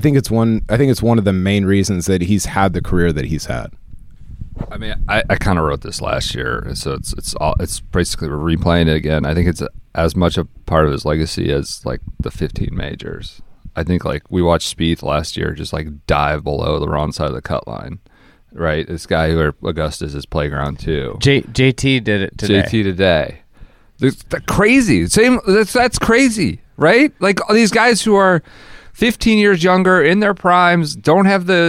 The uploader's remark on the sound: Record this Saturday podcast from Augusta National, where they empty the notebook with various amusements from the rain-soaked second and third round.